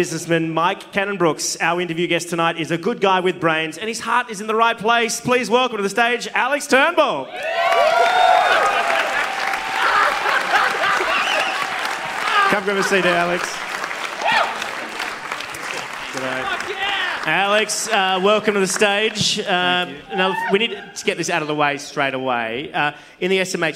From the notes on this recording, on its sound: YACK FEST SPECIAL. Live recording of A Rational Fear.